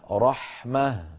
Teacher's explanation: الكسرة لا تكون إلا على التاء، وهنا لم يعد ثمة تاء، انقلبت التاء إلى هاء حالة الوقف وهاء ساكنة، لذلك لا روم فيها